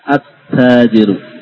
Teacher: Alnya tidak terbaca. Lam sukun tidak terbaca. Ya. Langsung ke taknya. · Term: Idgham